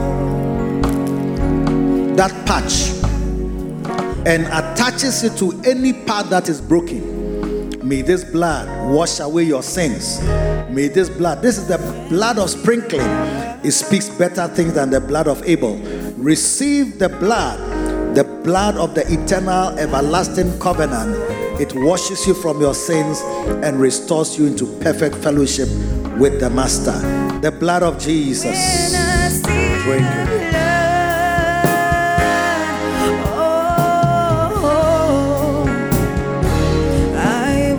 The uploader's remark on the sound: Preached at a Victory Secrets Service - The Makarios Cathedral, HQ